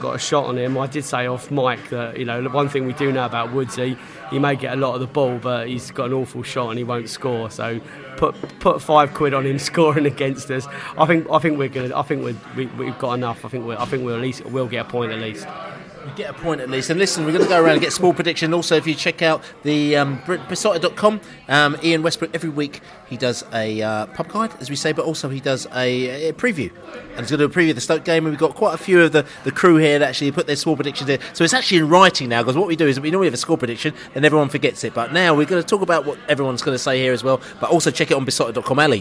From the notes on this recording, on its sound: Stoke City Pre-Match Podcast From the Pub.